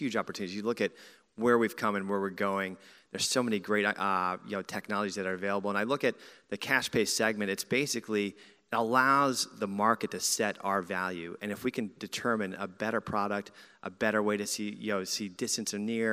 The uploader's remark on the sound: joined on stage at MillennialEYE Live in Louisville